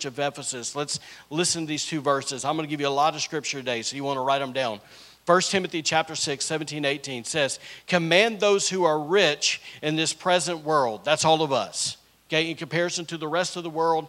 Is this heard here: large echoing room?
yes